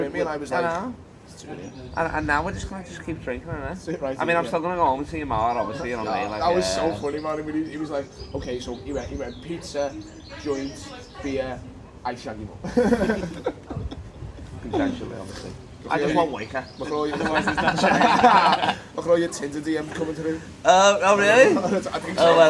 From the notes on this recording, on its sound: Stoned Outside. Got too stoned to live the pub so we had to record outside! We riffing in the wind.